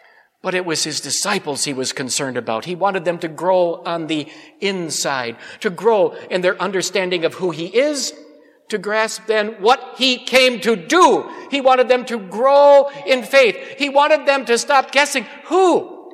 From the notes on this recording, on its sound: Preached at Grace Ev. Lutheran Church.